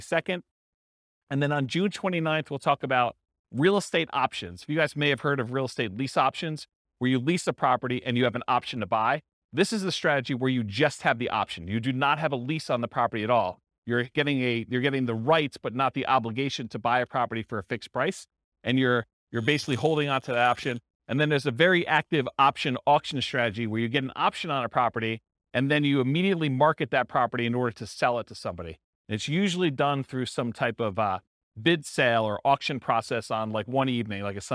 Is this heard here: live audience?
yes